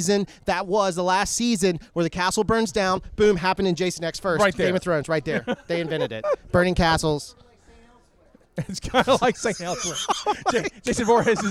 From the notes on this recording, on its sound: Live from Halloween Horror Gras!